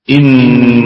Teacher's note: طويلة. طيب إن الله إن الهمزة همزة محققة في البال والوسط والنون مشددة في أعلى درجات الغنة ونقف على الكلمة بالغنة الكاملة